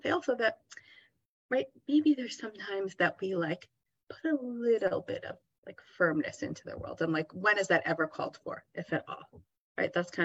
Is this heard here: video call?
yes